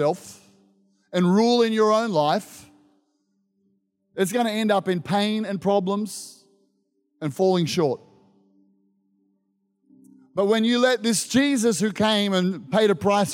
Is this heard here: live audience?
yes